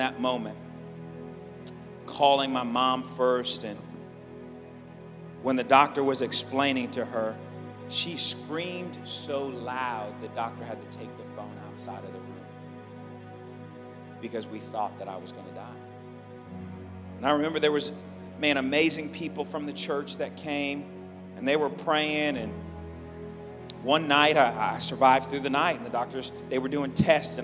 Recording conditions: large echoing room